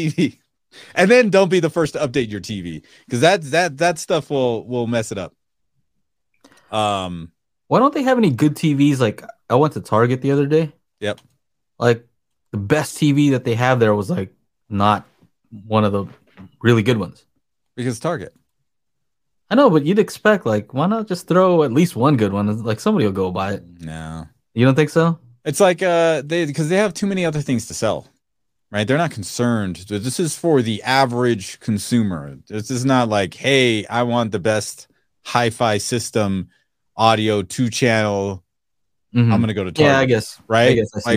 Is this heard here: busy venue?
no